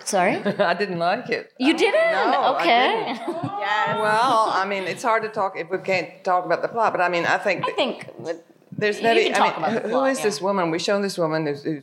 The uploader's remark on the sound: Our annual live overview of the NYFF that was. In front of a lively audience.